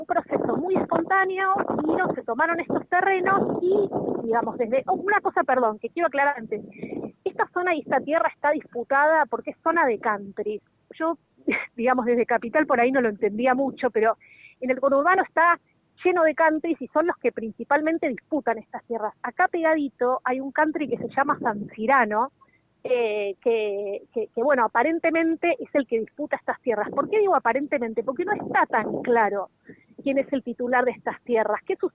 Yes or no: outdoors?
yes